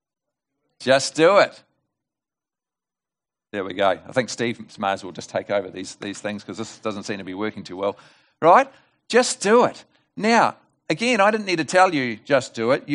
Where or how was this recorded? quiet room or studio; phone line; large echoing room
large echoing room